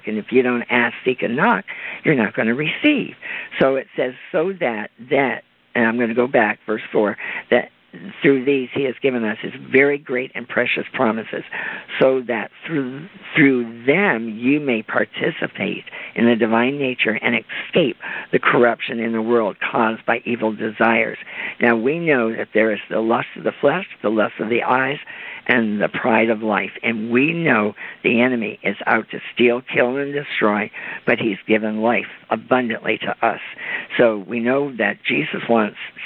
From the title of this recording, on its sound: CONFERENCE CALL